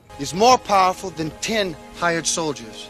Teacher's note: He can't make up his mind whether to leave the R's in or take them out.